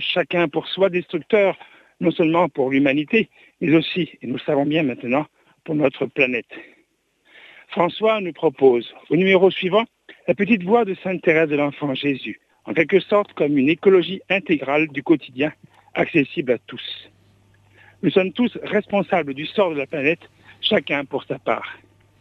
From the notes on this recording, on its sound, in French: invité par téléphone